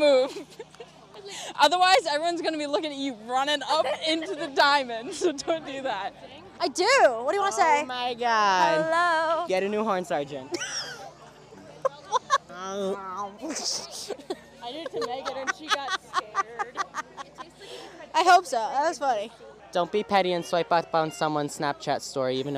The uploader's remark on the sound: highlights from mic'ed up members of the UNH Marching Band during our 2023-24 Road show